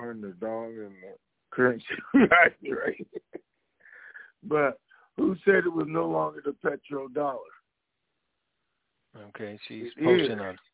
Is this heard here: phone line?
yes